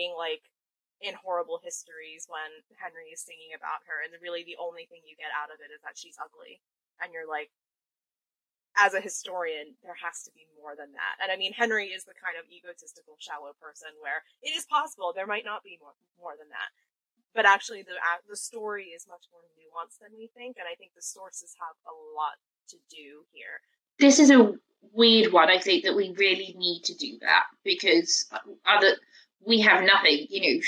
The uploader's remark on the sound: We would like to apologize for the compromised audio quality of this episode.